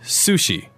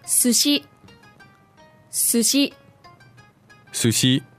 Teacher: the stress on the two syllables is exactly the same, as opposed to in English where we put the stress on the first syllable · Shown in: second take